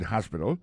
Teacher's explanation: aksan tombe sou pwemye silab la, gen 3 silab